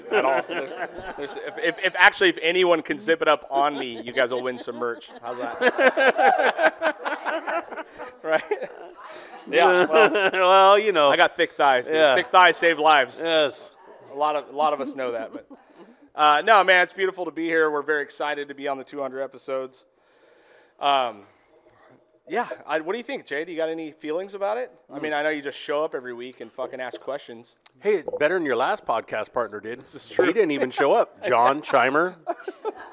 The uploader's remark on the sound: was recorded live in front of an audience